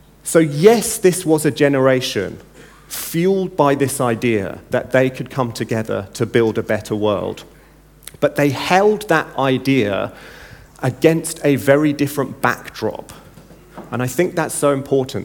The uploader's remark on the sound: In the opening keynote at NEXT17